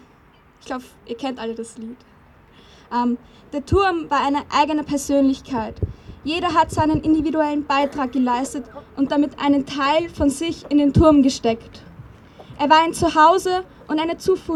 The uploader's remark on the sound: O-Ton Mahnwache gegen den Brandanschlag auf Klimaaktivist*innen.